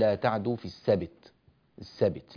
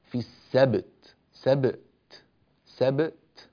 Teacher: في الوقف على كلمة السبت، الباء هنا باء مقلقلة وبعدها تاء، لا ينبغي كسر الباء بسبب الوقف · Shown in: second take